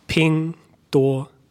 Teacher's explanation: so it's all the first tone